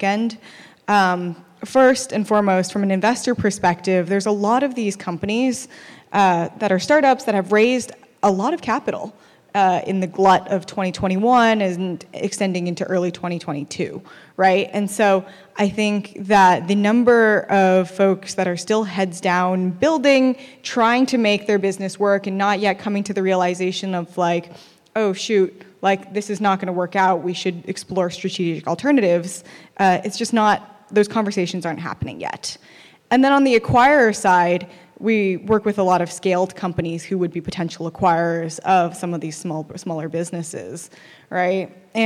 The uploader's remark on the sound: This recording is from Fintech Nexus USA held at the Javits Center in New York City on May 10-11, 2023.